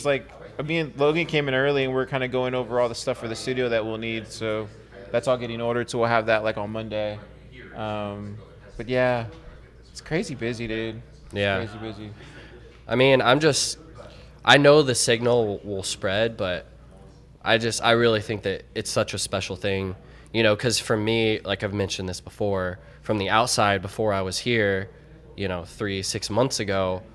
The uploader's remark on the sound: Pleb Broadcasting Service was broadcasted from Austin, Texas on July 29th in front of a live Pleb audience.